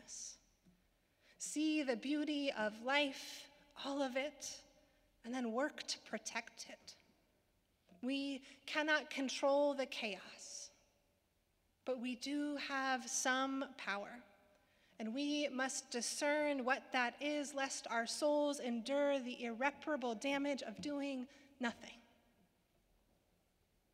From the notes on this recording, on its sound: Sermons from Old South Church in Boston